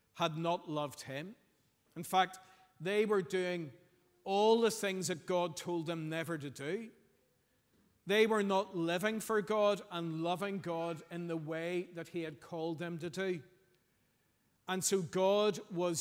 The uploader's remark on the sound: Sunday 2nd April 2023 morning service